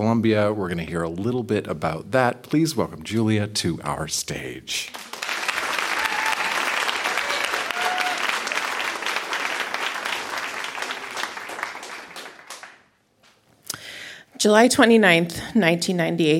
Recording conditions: live audience